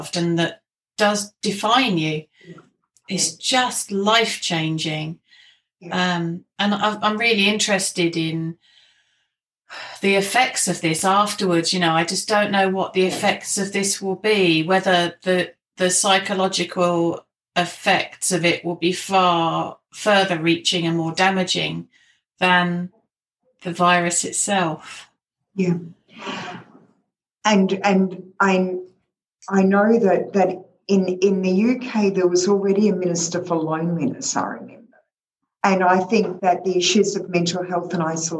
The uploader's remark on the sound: This call was recorded on Zoom.